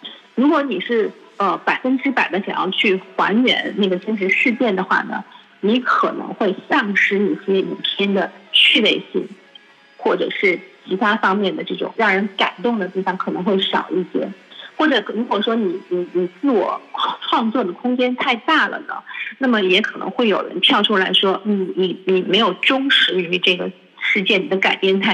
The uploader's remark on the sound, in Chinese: 中国国际广播电台电话访谈